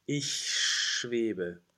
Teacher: the long squiggly S sound afterwards is further in the back